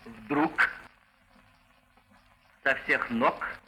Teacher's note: Вместо «г» в конце слова является «к», кроме слова «бог», где произносится «х». А в середине слова вместо «г» произносится «х».